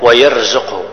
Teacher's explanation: الراء مفخمة هنا على أصلها